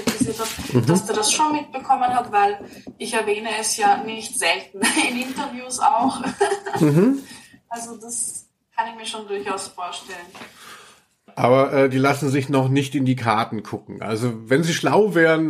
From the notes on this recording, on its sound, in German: Und wir müssen uns vorauseilend entschuldigen für die Soundqualität.